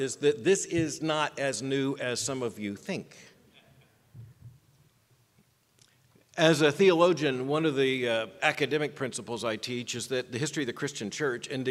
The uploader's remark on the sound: keynote address at the Miami National Conservatism Conference on September 13, 2022